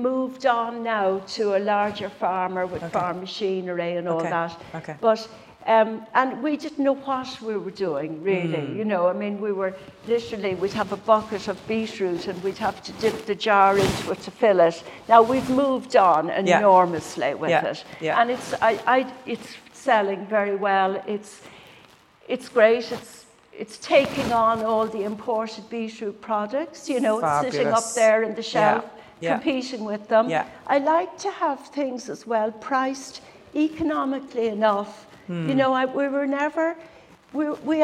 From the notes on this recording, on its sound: Cork on a Fork Food Festival with Cork City Council. This recording took place in front of a live audience and was kindly hosted by Crawford Art Gallery in Cork city centre as part of the first Cork on a Fork food festival , supported by Cork City Council.